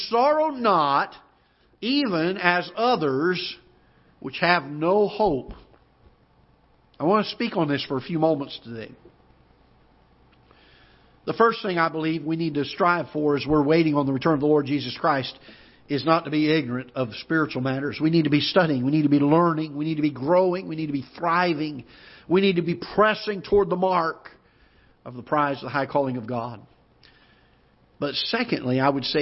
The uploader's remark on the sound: Ketha Heights Baptist Church ~ Live Broadcast